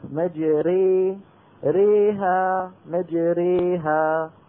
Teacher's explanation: لاحظنا هنا في ألفين وراء بعض، الألف تبع مجري والألف تبع ها، الألف تبع ها ألف محضة، بينما الألف تبع مجري ألف ممالة إمالة كبرى. مجريها، فرق بين الصوتين.